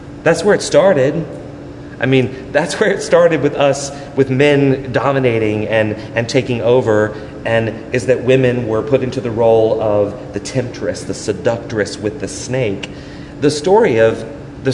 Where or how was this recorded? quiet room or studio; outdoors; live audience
live audience